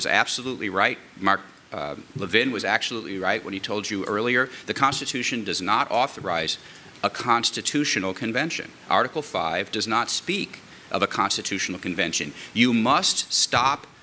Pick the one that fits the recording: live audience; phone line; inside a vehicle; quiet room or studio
live audience